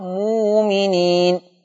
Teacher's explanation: كلمه مؤمنين تبدل بواو ماديه · Term: ابدال الهمز الساكن